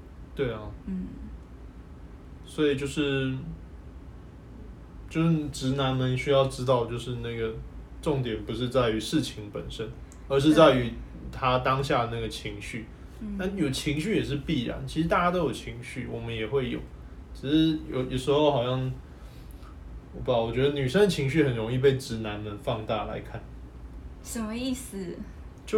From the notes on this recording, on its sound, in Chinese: 這一集是我們在IG直播留下來的音檔，雜音多一些些，還請大家見諒。